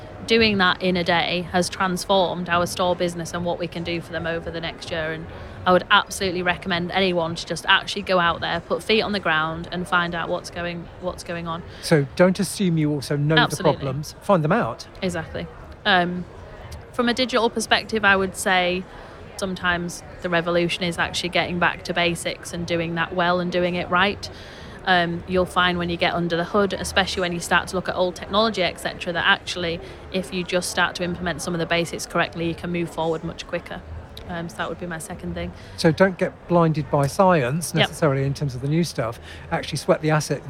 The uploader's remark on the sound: Recorded at Retail Week Live 2022. Recorded at Retail Week Live 2022.